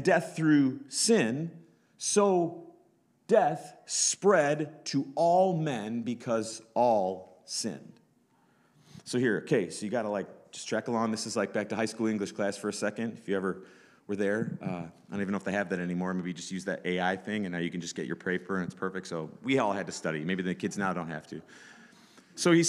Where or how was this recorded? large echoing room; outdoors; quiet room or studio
large echoing room